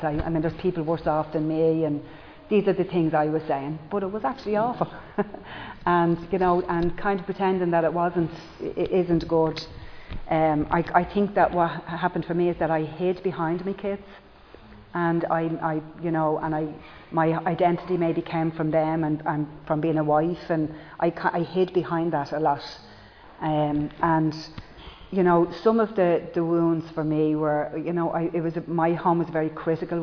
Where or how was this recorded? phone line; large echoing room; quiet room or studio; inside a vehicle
large echoing room